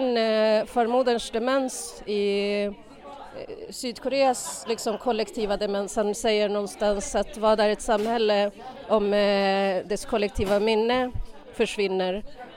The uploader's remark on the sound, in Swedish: Sist i programmet -- i en lite stökig krogmiljö (så ursäkta ljudet sista 10 min).